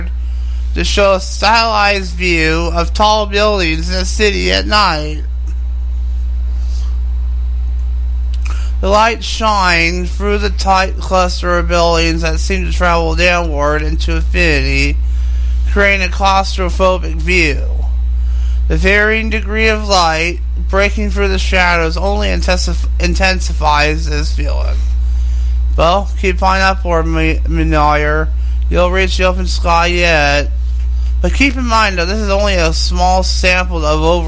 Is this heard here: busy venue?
no